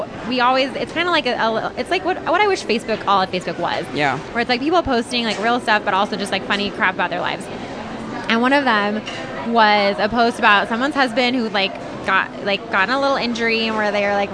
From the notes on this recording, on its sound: This week we take our mics out into the wild and podcast from a coffee shop in Downtown Denver. Sit back and enjoy the ambiance.